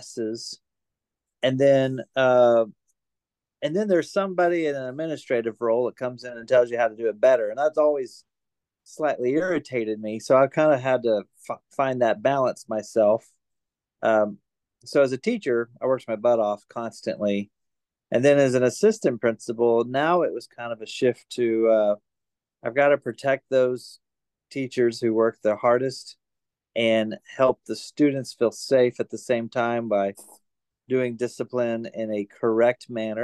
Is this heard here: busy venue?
no